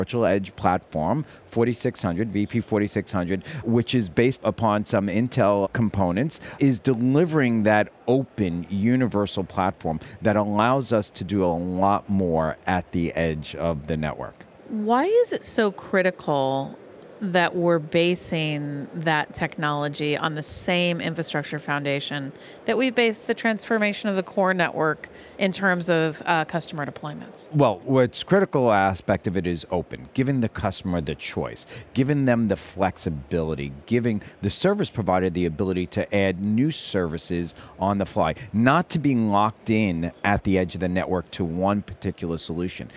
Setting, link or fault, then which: setting, busy venue